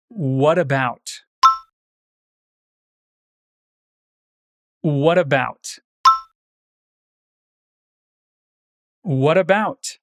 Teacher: o T entre what e about pode ser pronunciado como R, ficando what about.